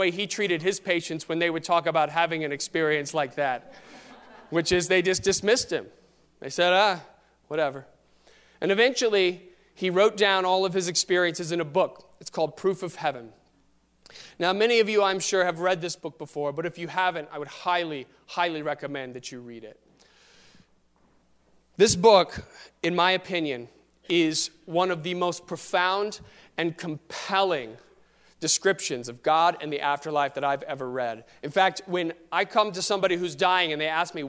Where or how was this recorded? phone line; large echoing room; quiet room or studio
large echoing room